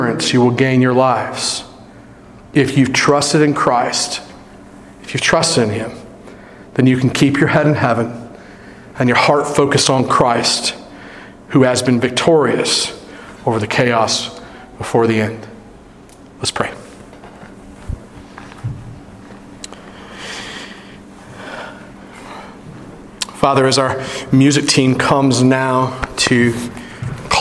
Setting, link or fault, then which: setting, large echoing room